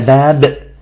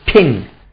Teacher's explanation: إذن الباء العربية نفس مخرج البي الإنجليزية